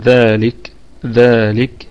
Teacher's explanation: ذلك نقف عليها بوجه واحد بالسكون، والكاف نراعي فيها الهمس في حالة الوقف